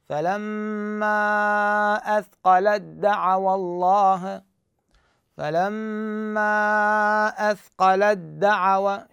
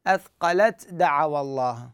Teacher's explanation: هاي التاء احذفها وادغمها بالدال، فتصبح الدال مشددة · Shown in: first take